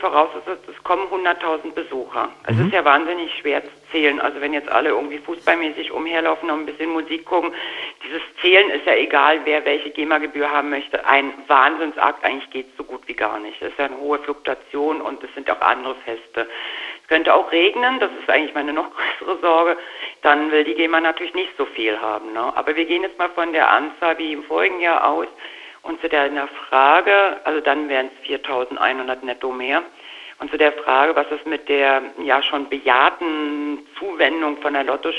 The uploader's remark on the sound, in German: Phoner-Interview. Von der Fete de la musique.